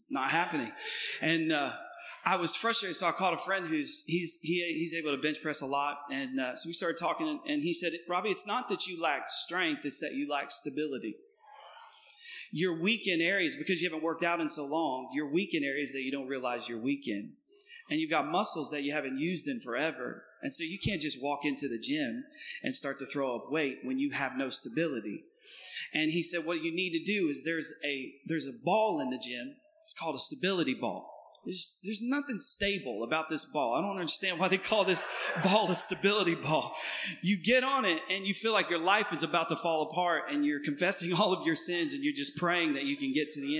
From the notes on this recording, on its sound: Recorded on 2016-06-19 at the 08:30 Service.